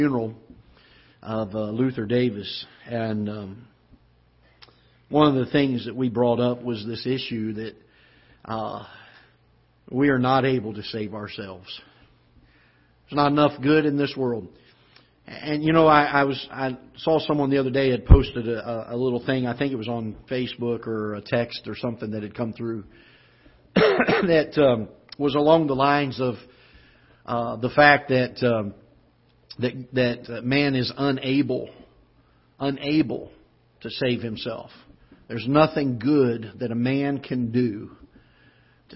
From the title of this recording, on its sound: Ketha Heights Baptist Church ~ Live Broadcast